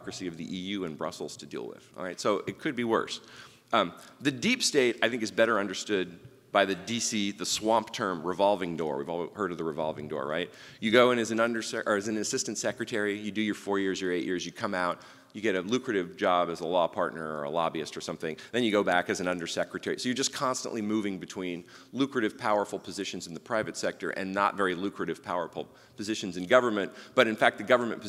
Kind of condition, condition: setting, live audience